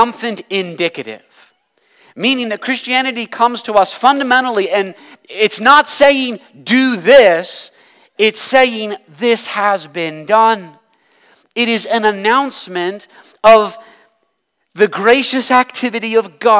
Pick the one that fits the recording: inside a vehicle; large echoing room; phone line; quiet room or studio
large echoing room